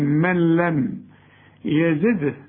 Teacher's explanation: النون اللي بعدها لام كأنها غير موجودة، الغيها او سميها ادغام كامل بغنة